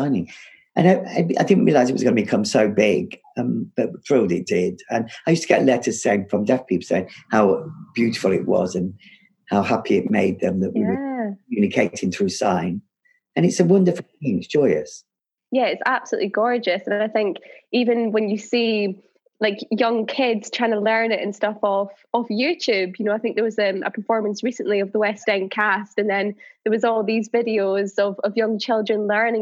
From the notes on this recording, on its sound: This episode was recorded over Zoom